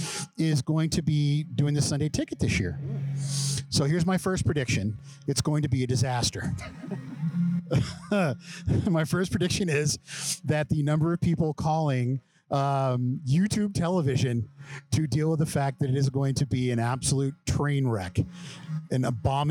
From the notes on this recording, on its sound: Live from Casa Bonita.